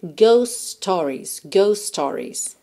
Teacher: o T de ghost vai sumir, porque eu tenho um S antes dele e um S logo na sequência, começando stories.